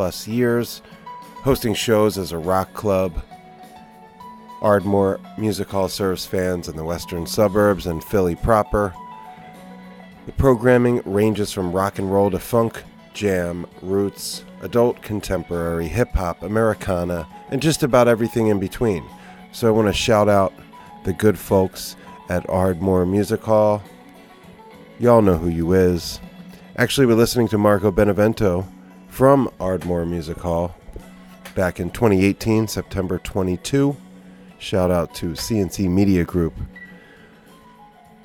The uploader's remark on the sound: She checks from NYC via telephone for an illuminating conversation. Live from Ardmore Music Hall Sept.2018.